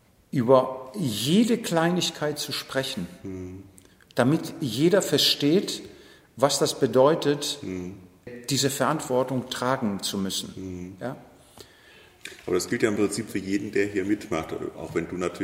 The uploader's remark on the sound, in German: Das Camp kann in diesem Ausnahme-Sommer tatsächlich stattfinden. In einem leerstehenden Lagerraum mit entsprechend viel Hall.